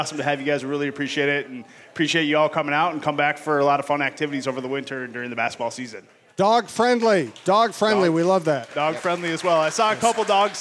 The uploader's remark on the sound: Live from Headflyer. From Headflyer Brewing in Minneapolis.